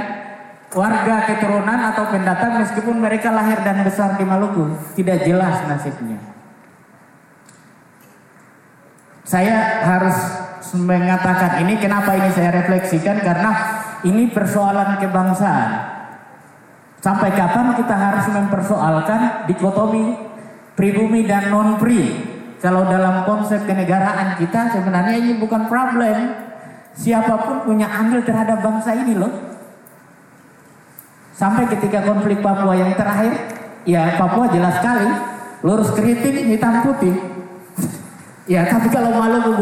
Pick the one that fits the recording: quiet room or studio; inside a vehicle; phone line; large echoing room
large echoing room